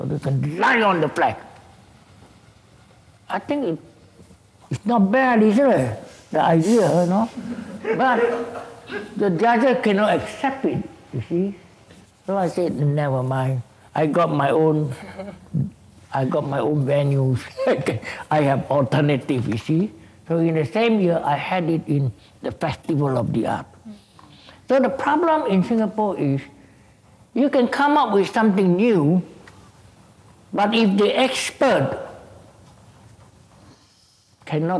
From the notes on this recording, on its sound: This conversation was recorded live on April 2018 at National Gallery Singapore